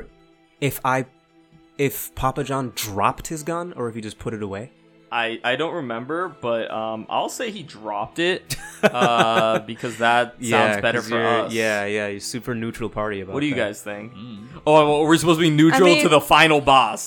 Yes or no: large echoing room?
no